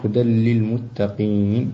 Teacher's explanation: كذلك أيضا لديك الملاحظة السابقة للأخ الذي قرأ قبلك: هدى للمتقين، والإدغام تام فلا ينبغي أن يبقى أثر للنون